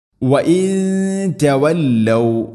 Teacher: സാക്കിന നൂന് ശേഷം ത, ഇഖ്ഫാ ബിഗുന്ന, അവ്യക്തമാക്കി മണിക്കുക.